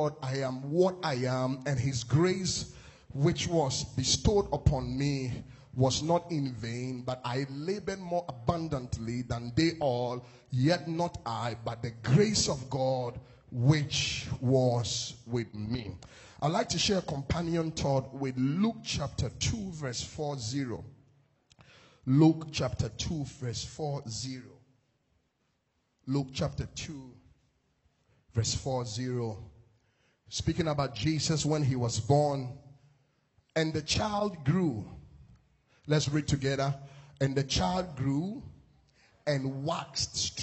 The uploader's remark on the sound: This message was preached in 2019 at the Destiny Empowerment Chapel International.